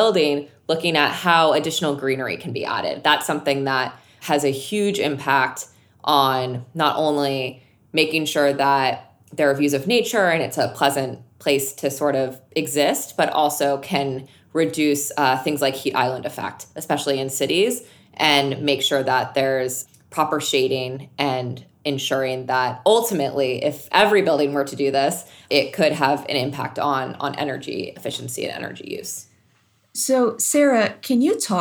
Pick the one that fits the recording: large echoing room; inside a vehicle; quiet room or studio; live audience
quiet room or studio